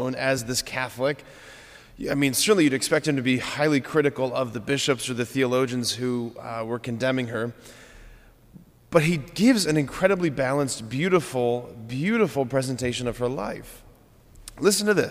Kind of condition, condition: setting, large echoing room